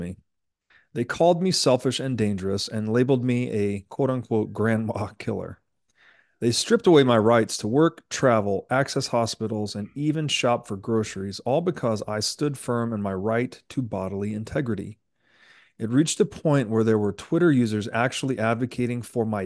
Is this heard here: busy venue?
no